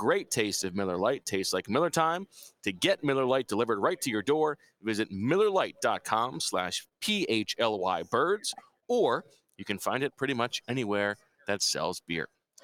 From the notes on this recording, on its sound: Live from Indianapolis for the NFL Scouting Combine